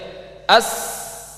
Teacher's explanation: Enggak ada getaran. Karena pita suaranya terbuka. · Term: hams